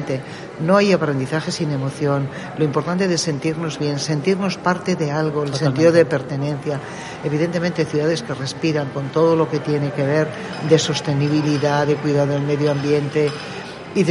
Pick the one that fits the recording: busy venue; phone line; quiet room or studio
busy venue